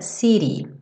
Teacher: tradicionalmente no inglês americano esse T vai ser reduzido para rarara